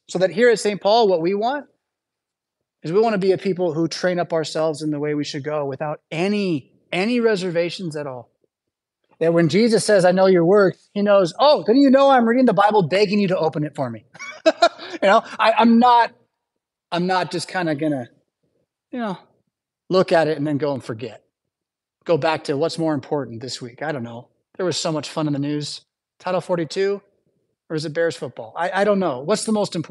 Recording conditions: large echoing room